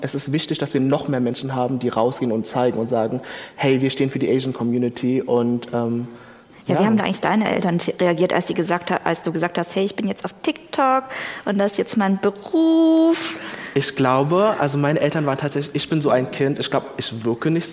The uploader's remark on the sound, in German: Juhu, endlich wieder eine Livefolge! Diesmal vom ZEIT ONLINE Podcast-Festival. Im Berliner Radialsystem.